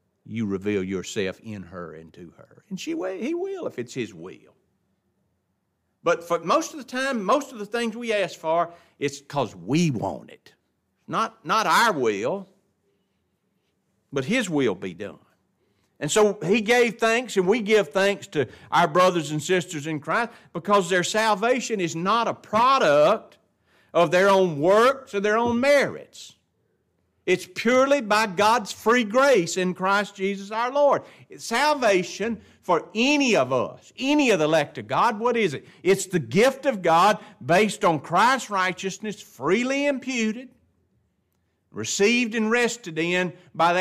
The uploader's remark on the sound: This lesson was taught in the adult Bible class of Grace Baptist church in Ruston.